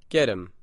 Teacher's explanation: For example, the words get him sound like get him. The letter H in him disappears, and the vowel sound in that word is shortened. And the letter T in get changes to a D sound.